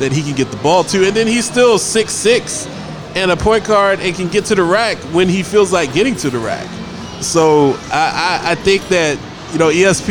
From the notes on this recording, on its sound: Live From Dave & Busters